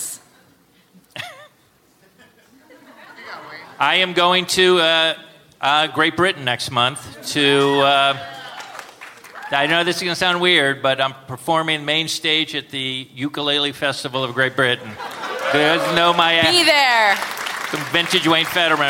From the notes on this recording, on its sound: Recorded live at the Gramercy Theatre in New York City